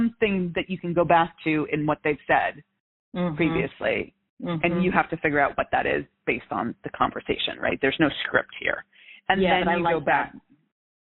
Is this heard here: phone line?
yes